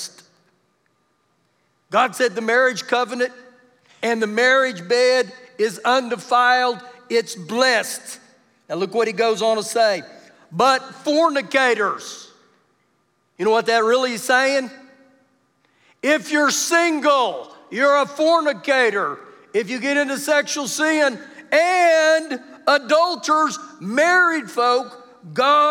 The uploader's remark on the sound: Recorded live during our Wednesday night service